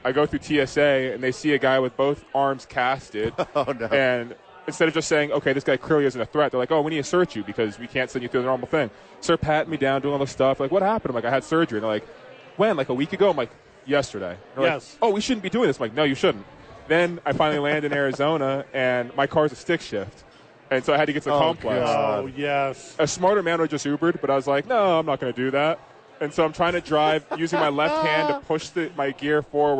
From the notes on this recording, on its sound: live from Isotopes Park